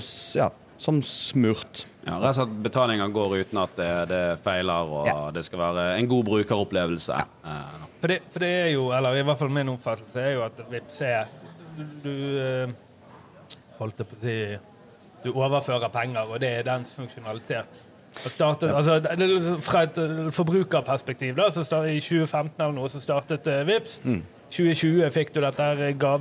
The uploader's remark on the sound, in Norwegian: Live intervjuer på Norway Fintech Festival. Økonomiamatørene setter opp studio på scenen i Media City Bergen som huser Norway Fintech Festival. Live fra scenen inviterer vi inn spennende gjester.